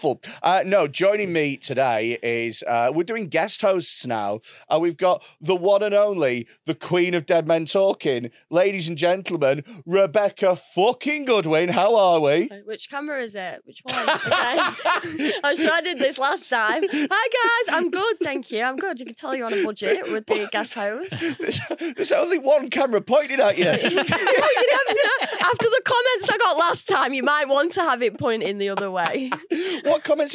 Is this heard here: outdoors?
no